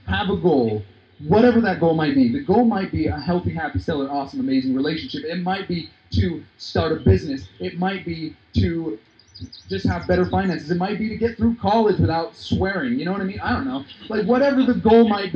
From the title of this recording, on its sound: Live Outdoor